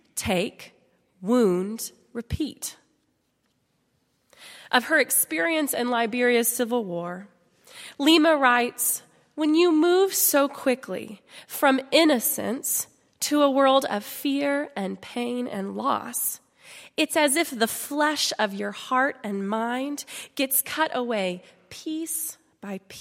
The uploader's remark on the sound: at Highland Baptist Church.